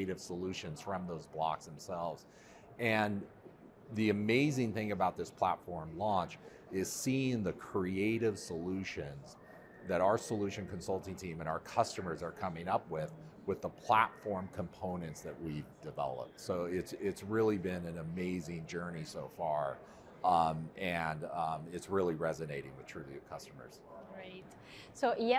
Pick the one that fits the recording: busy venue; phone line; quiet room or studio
busy venue